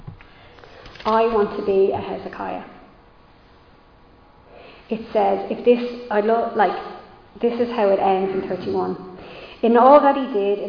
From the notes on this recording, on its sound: Recorded live in Liberty Church on 10 July 2022